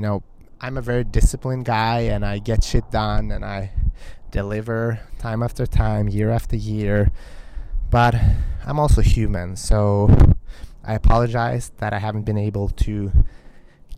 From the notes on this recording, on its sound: Balancing on the edge of an infinity pool in Hollywood Hills. It was a little bit windy so please forgive me for any wind in the microphone.